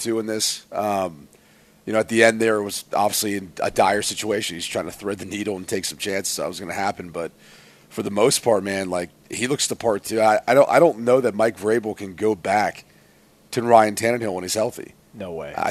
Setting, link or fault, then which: setting, busy venue